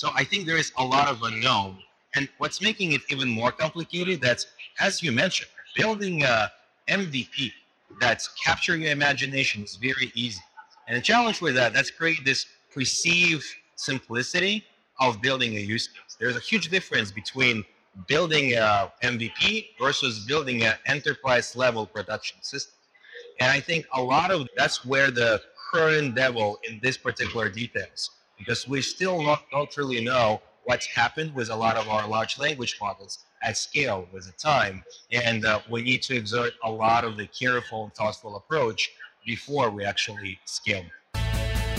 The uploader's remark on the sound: it’s an Interview in Action live from HLTH